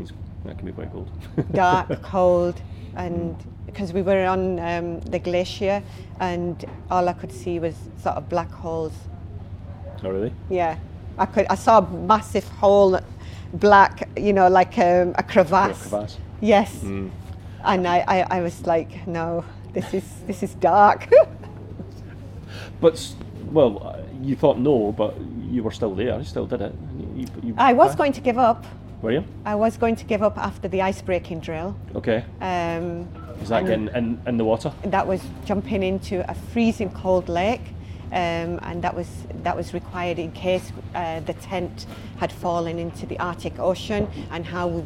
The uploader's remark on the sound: Following her talk at Keswick Mountain Festival on the Craghopper stage. The weather turned and there is a bit of background noise due to the wind and other festival goers. The other issue was a technical one, meaning there is only one camera view.